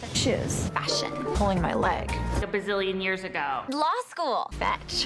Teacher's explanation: Something called vocal fry that is creeping into the speech patterns of young women.